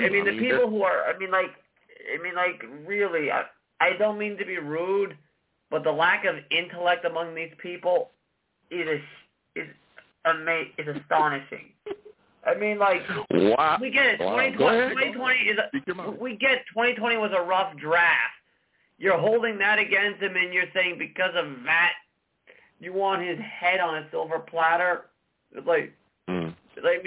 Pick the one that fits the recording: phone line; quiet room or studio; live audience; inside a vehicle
phone line